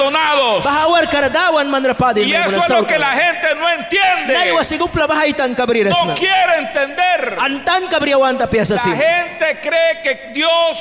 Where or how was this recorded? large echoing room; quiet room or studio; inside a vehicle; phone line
large echoing room